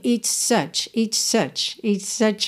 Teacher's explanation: Nessa ligação do it's such, às vezes a gente ouve quase um xizinho.